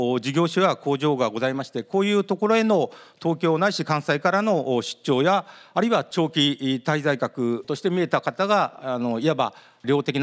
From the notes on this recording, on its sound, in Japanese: 東京・東銀座の時事通信ホールで行われた「ラジオNIKKEI 相場の福の神 注目企業ＩＲセミナー」